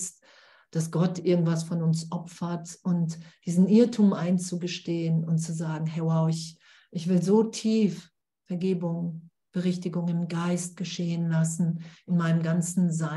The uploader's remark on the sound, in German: Zoom-Session bei Aleph